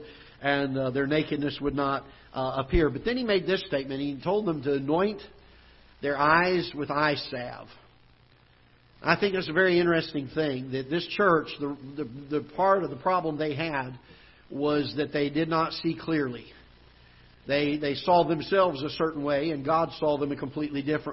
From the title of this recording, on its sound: Ketha Heights Baptist Church ~ Live Broadcast